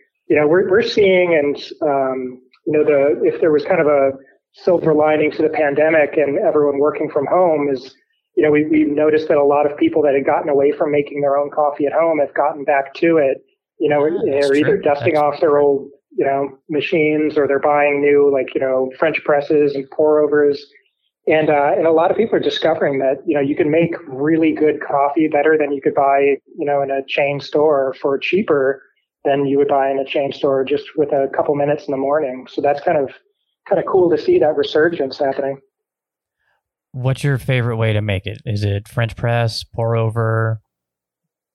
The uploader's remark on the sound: on the phone and talk about the company